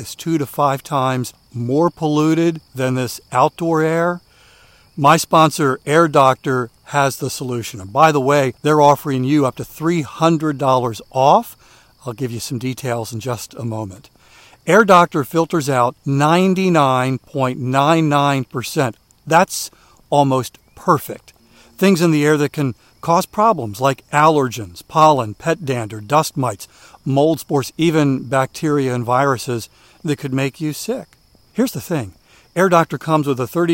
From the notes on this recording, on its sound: During today's ten-minute walk